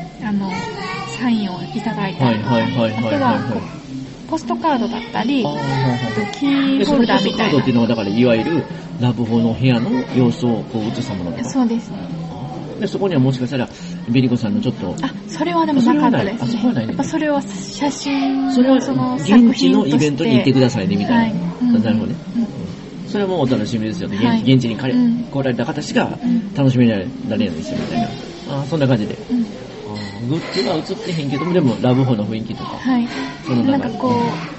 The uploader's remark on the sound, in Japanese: フジオフード系列のピノキオで収録。